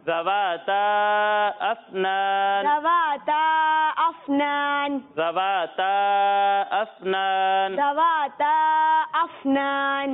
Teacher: زال میں سیٹی کی آواز نہیں آئے گی